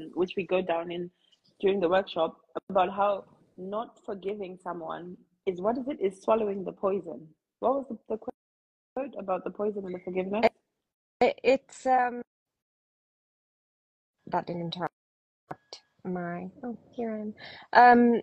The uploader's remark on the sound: an Instagram Live